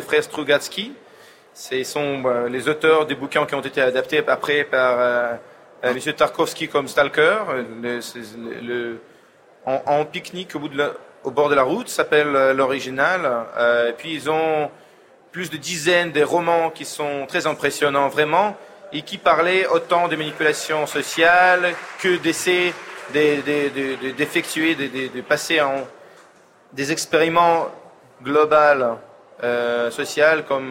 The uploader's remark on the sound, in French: Emission en direct du Salon Livre Paris 2019.